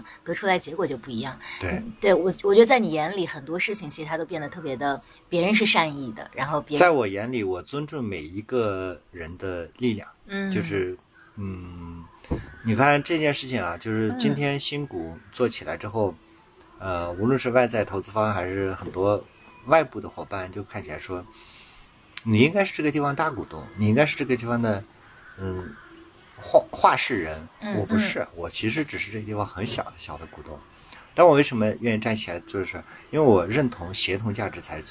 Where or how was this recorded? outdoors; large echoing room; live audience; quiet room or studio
outdoors